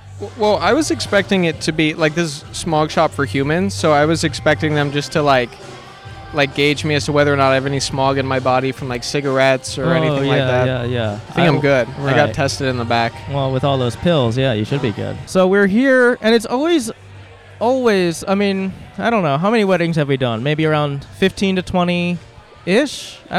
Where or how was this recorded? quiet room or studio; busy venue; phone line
busy venue